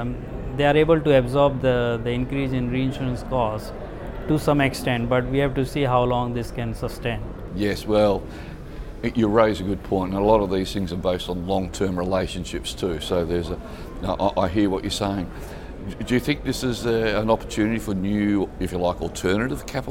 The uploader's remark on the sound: at the Singapore International Reinsurance Conference